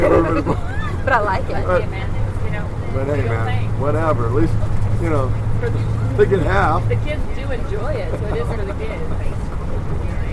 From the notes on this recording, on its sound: open the show live from Big Slick Ten